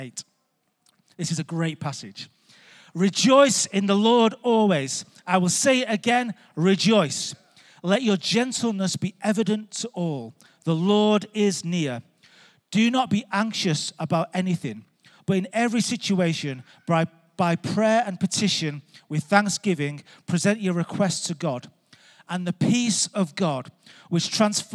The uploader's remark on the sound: Recorded live at Life Church